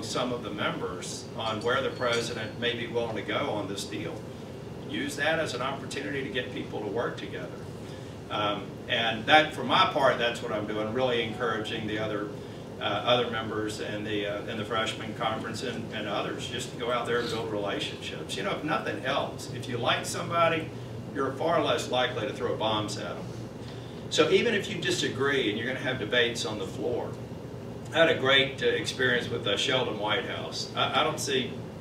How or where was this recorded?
live audience